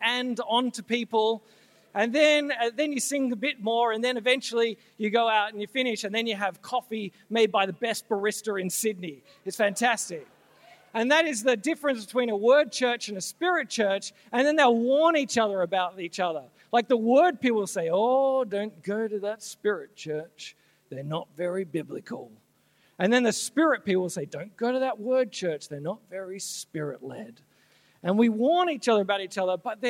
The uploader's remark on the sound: This talk was originally given at Soul Survivor Conference NSW 2017.